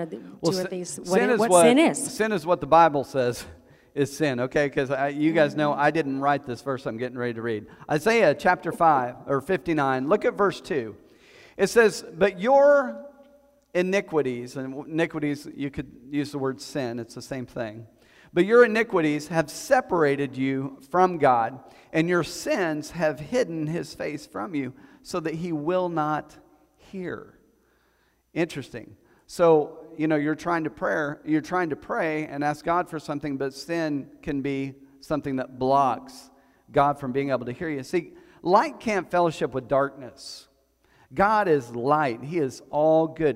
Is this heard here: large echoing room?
yes